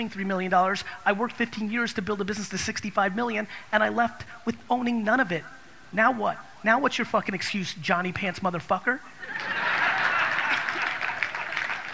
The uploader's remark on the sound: This episode is from a keynote I gave in Orlando. At the National Achievers Congress.